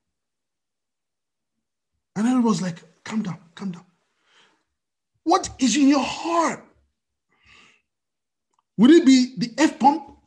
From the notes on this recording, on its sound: We are on Zoom now.